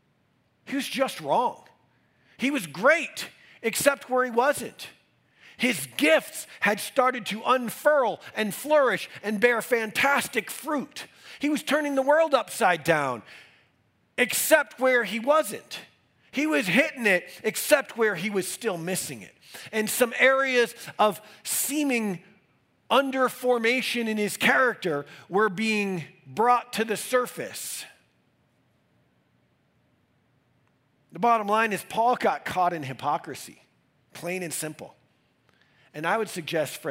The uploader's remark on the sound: These messages are recorded during our weekend services in Denver, Colorado.